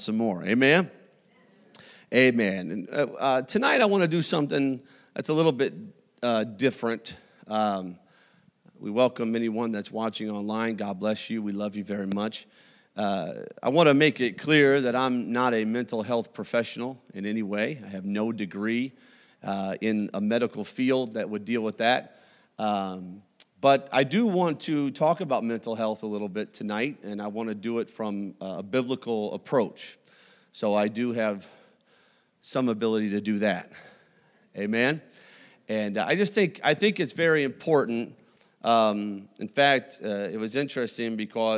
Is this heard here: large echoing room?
yes